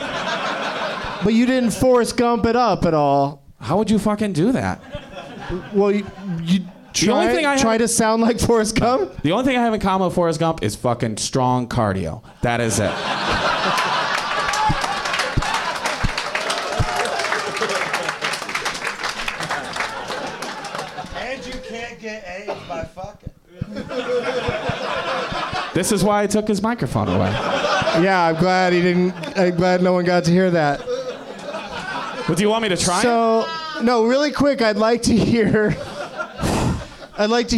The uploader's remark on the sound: Live from the NerdMelt Showroom in Los Angeles